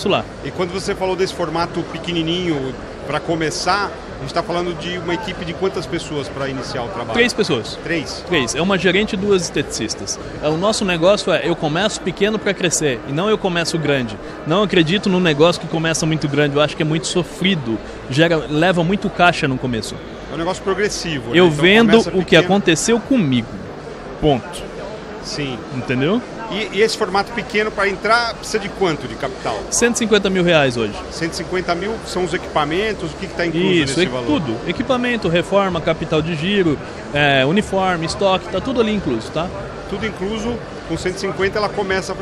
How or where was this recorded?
busy venue